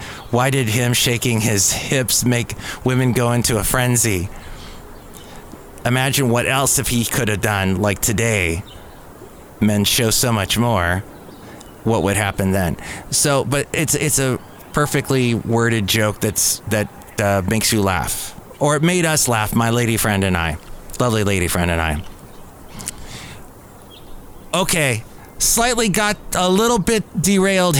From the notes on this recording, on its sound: podcasts live from Cafe Anyway